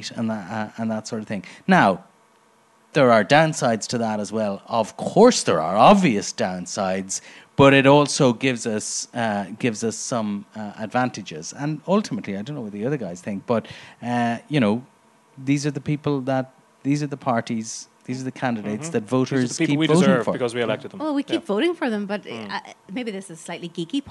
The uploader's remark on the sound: Live at the Dublin Podcast Festival. In front of a live audience at The Workman's Club in Dublin.